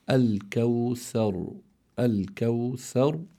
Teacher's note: بتفخيم الراء لأنها ساكنة لأجل الوقف، مفتوح ما قبلها